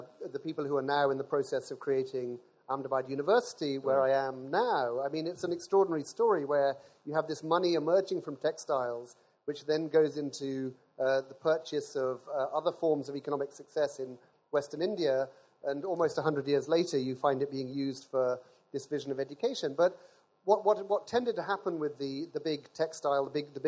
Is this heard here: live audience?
yes